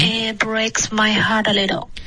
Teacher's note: 你的 it 的特省略是对的，可是要一个干脆的停顿，不能说 itbreak